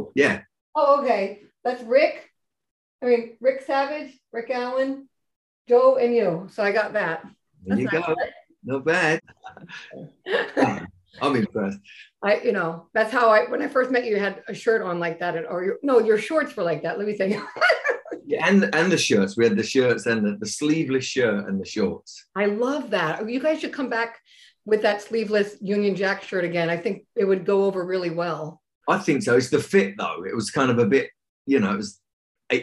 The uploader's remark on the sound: on a video zoom chat